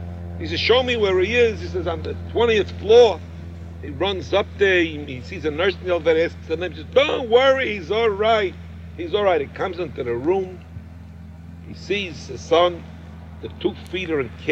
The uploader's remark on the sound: Campfire Q&A